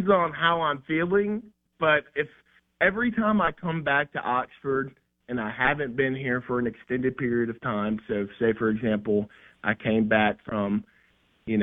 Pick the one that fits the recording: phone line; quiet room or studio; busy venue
phone line